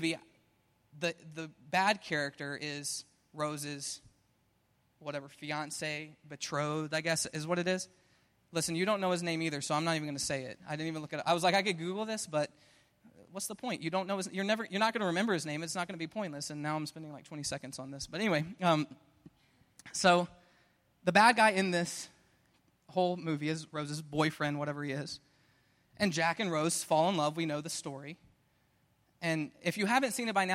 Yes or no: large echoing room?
yes